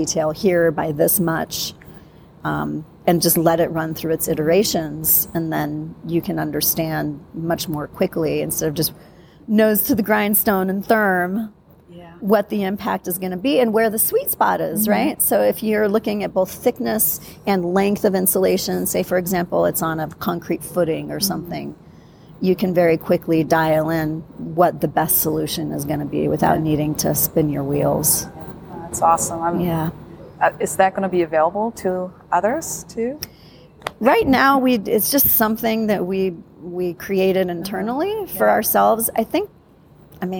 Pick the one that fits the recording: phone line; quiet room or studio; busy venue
busy venue